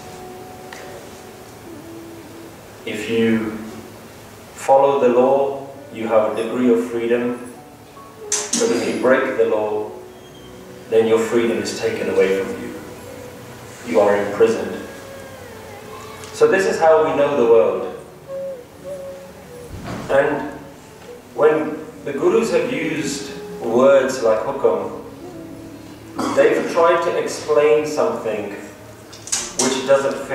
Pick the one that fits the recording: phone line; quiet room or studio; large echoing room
large echoing room